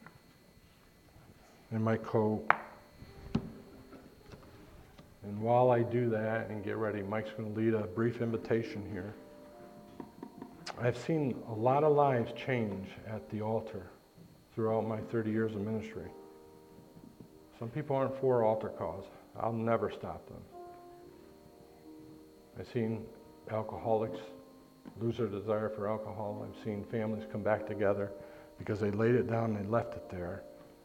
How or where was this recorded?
large echoing room